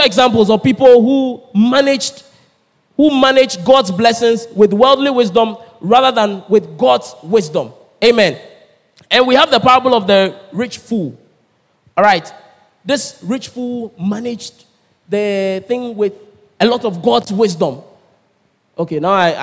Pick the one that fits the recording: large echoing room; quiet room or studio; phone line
large echoing room